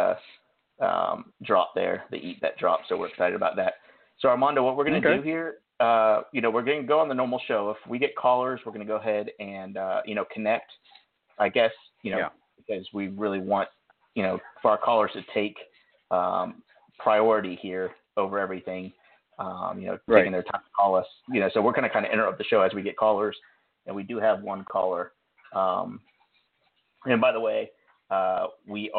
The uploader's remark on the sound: LIVE SHOW! We are discussing playoffs, waiver wire pick ups, and taking live calls.